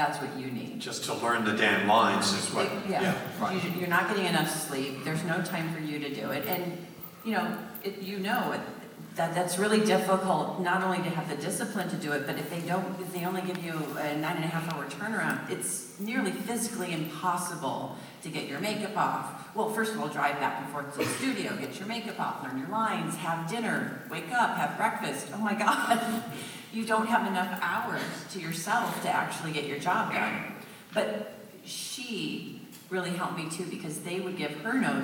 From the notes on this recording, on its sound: Live at Pensacon 2017.